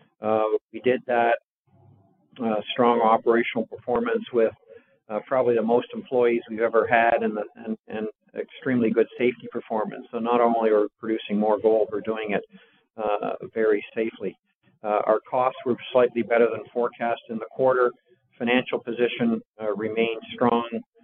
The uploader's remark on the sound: Agnico Eagle Mines’ Q1 2021 conference call